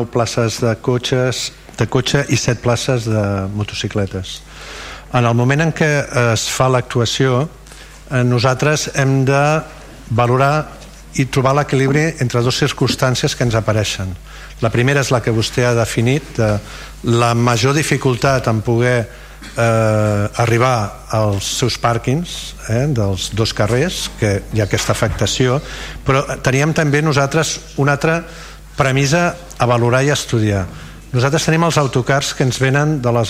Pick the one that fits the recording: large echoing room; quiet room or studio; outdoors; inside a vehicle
large echoing room